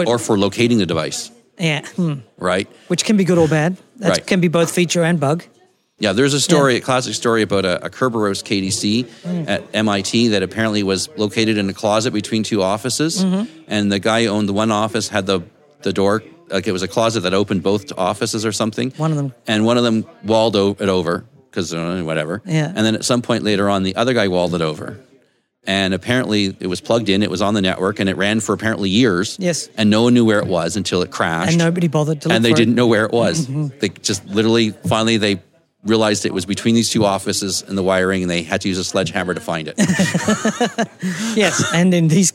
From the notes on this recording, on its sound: A conversation recorded live. At the IETF 99 conference.